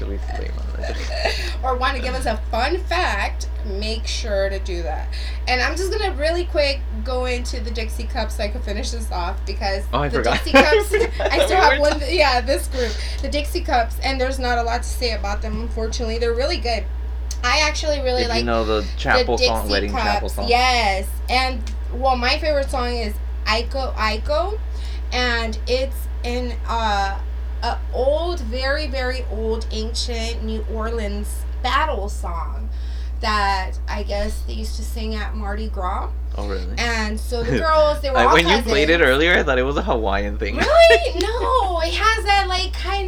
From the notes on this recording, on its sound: We got a way better microphone and are now using GarageBand on OS to record this podcast, but we are not very good at it yet. Please bare with us while we continue to work on our sound.